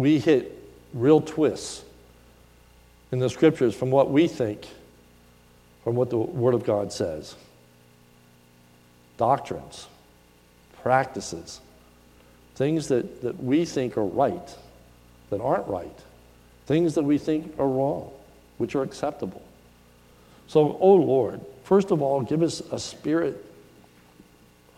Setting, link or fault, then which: setting, large echoing room